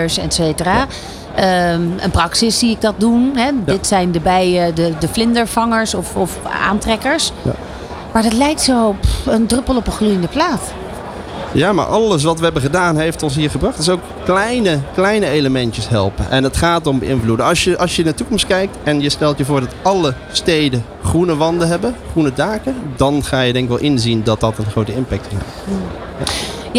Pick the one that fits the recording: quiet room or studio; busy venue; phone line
busy venue